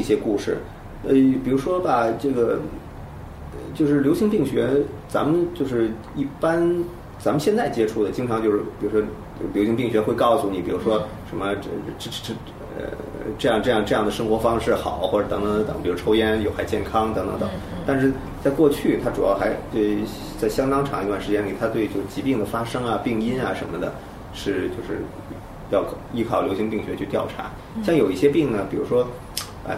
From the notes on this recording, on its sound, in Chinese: 本期节目为在张大妈办公区用录音笔录制，可能有街道上的杂音，请见谅。